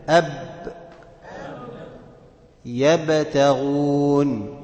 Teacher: كذلك حرف الباء تخرج بانطباق الشفتين على بعضهما